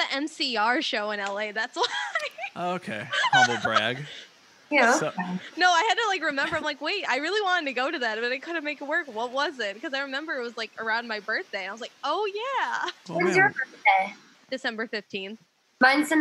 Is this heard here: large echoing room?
no